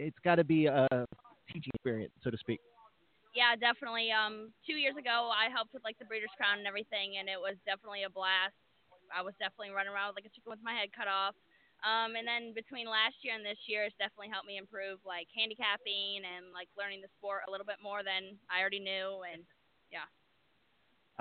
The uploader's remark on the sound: live from Harrah’s Hoosier Park in Anderson, Ind.